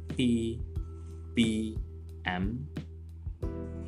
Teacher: it's p b and m it's produced by bringing both lips together · Term: bilabials